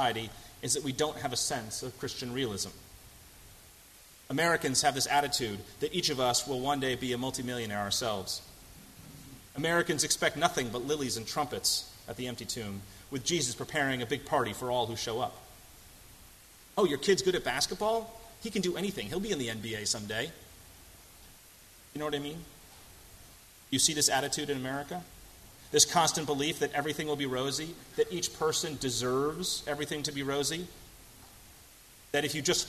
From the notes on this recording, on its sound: at First Congregational Church of Houston